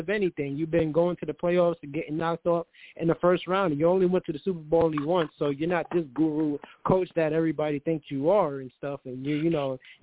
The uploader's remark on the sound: I take live callers!